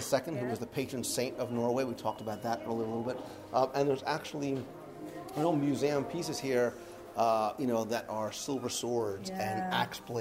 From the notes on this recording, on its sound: Recorded live from the pavilion itself